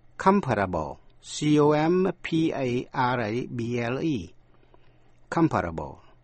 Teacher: sang tính từ comparable, comparable, comparable, nhấn vần đầu. Is the pay comparable to that of other companies?